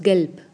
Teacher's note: Aunque al final tiene una B, esa B se pronuncia más fuerte que el español mexicano. Decimos gelb, como si fuera una P suavecita.